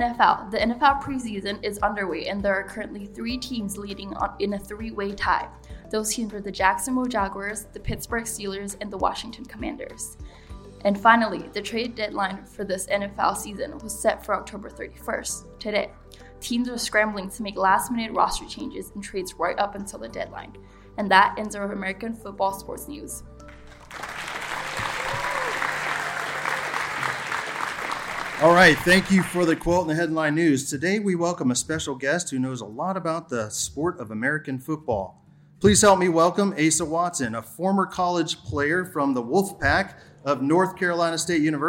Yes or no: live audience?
yes